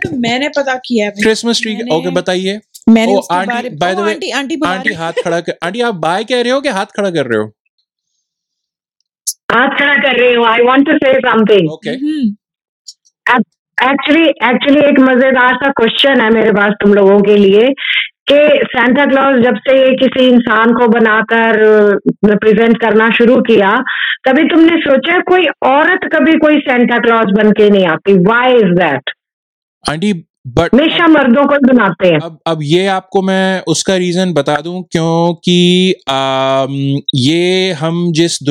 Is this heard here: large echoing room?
no